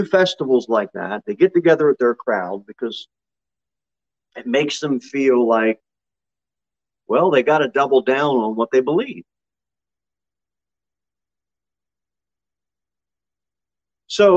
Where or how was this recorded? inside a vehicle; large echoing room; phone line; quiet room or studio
large echoing room